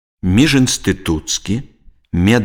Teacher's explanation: У складаных словах пасля цвёрдага зычнага галосны «і» вымаўляецца як «ы».